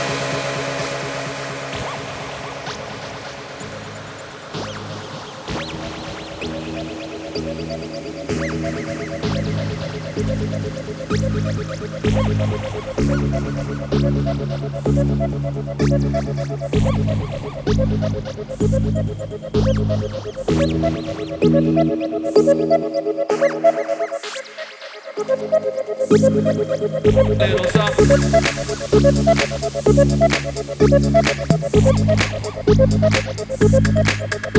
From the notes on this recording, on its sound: recorded at the Bohemica event at the Schlosskeller Darmstadt, Germany